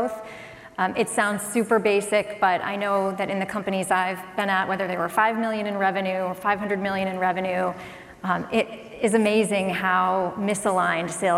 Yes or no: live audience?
yes